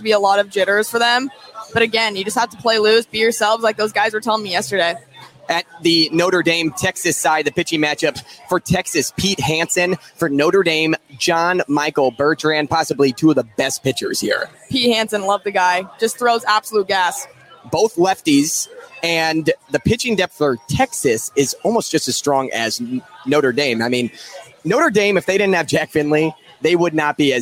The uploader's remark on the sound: live at Lefty O'Tooles.